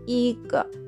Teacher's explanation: その「い」の高い音から少し落ちてふわっとおまけみたいに発音する音になります